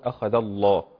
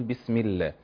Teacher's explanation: لفظ الجلالة مفخمة كما قلنا لو سبقت بفتح أو ضم · Shown in: first take